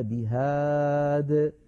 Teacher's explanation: فلو وقفنا على بهادي نقف عليها بهاد، ولا نقف بهادي، نقف كالوصل من غير ياء